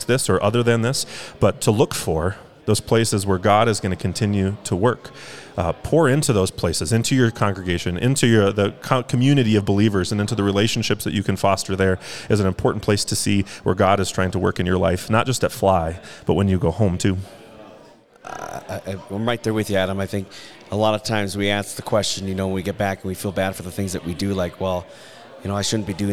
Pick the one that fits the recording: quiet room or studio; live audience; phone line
live audience